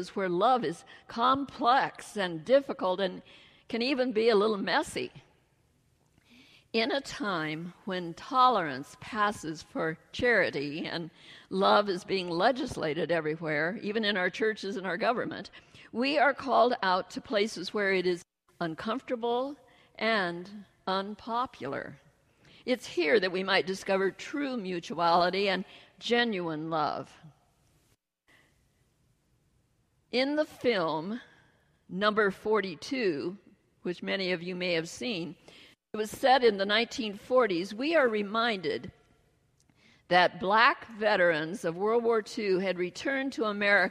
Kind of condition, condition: setting, large echoing room